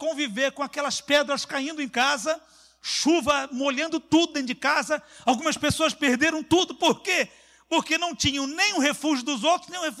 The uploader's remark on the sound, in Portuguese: CULTO AO VIVO